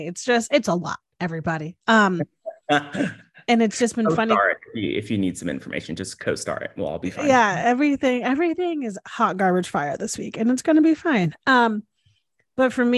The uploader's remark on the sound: This podcast was recorded via Zoom.